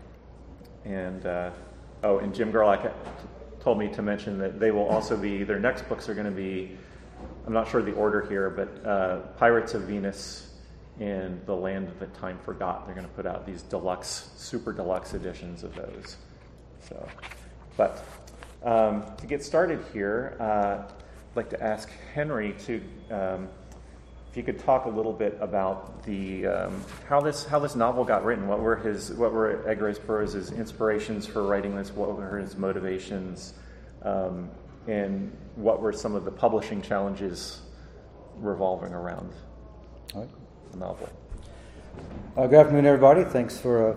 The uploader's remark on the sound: PulpFest 2023. The panel was part of ERB Fest.